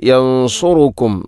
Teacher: യൻസുറുക്കും എന്നതിൽ ഇഖ്ഫാവും ബിഗുന്നയുണ്ട്, സുക്കൂനുള്ള നൂനിന് ശേഷം സ്വാദ്. അവിടെയും ശ്രദ്ധിക്കണം, യൻസുറുക്കും സ്വാദാണ്.